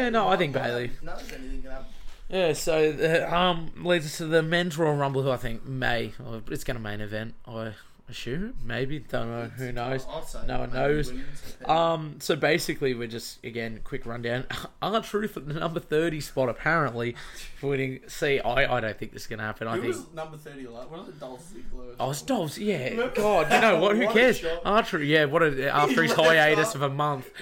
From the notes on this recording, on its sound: This is my first two mic set up so pls forgive me a little.